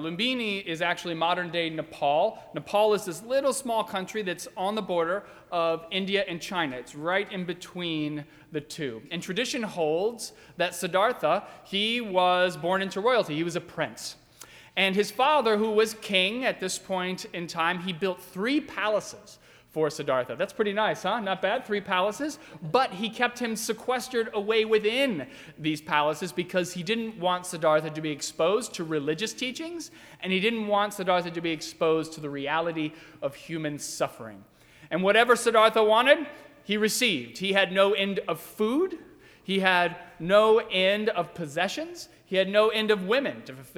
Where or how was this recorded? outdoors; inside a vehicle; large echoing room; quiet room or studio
large echoing room